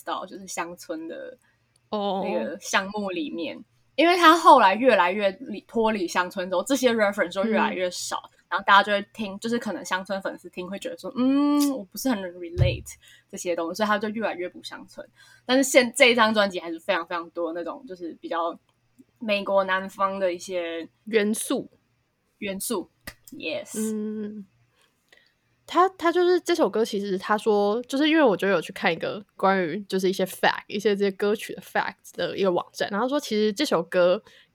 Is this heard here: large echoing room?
no